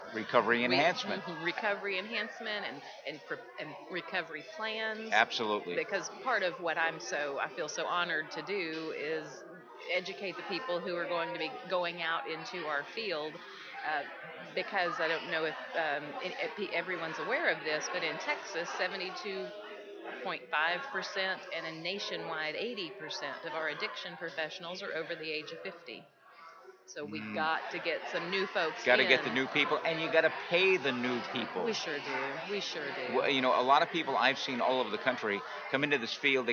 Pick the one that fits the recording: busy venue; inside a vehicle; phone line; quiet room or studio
busy venue